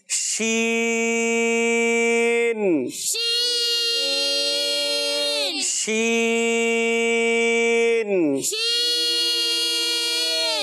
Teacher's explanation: इसमें एक और सिफत होती है जिसका नाम है तफशी, मुंह में आवाज फैलती है